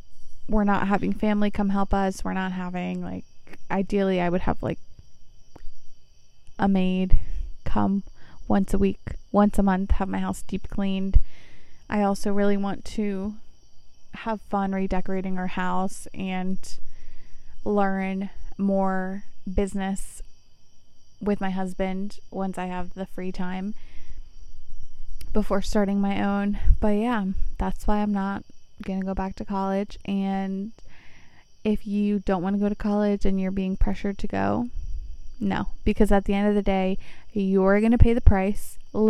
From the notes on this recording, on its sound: Today we sit outside on our deck, bothering our neighbors